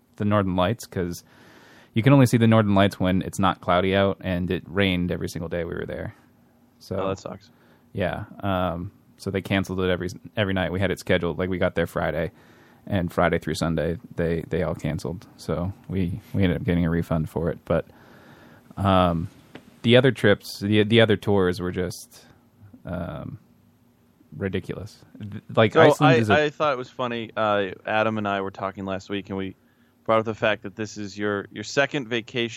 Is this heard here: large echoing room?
no